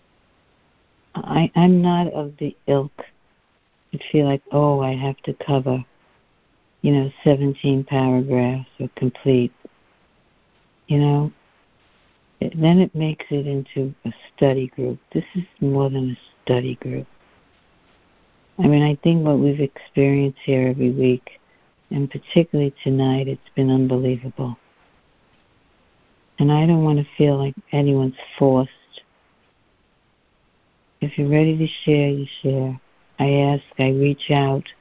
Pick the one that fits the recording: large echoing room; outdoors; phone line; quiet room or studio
phone line